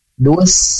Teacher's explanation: karena ada tasdid pada huruf sinnya, jadi huruf lamnya dilewat, dilebur ya. Dus, jadi langsung pada huruf sin, huruf lamnya dilewat. · Term: alif lam syamsiah